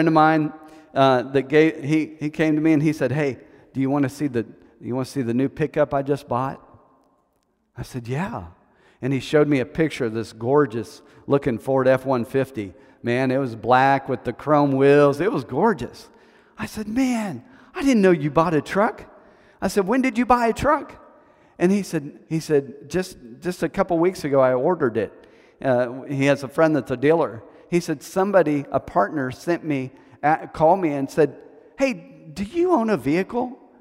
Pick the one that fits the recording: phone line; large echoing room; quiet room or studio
large echoing room